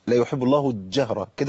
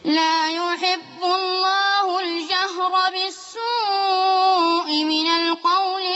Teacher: اضغمت اللام في الجيم · Shown in: first take